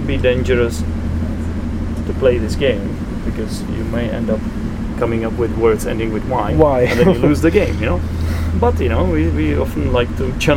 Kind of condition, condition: setting, inside a vehicle